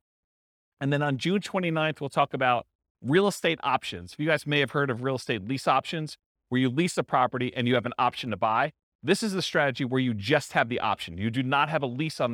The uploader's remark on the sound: This was a live class recorded